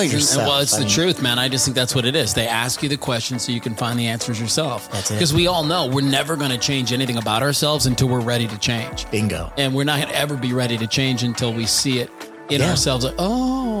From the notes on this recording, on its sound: Today's show features a LIVE recording of the I Needed That Podcast at the lululemon store in Scottsdale's Fashion Square Mall. We set up our recording studio at lululemon and it was so much fun!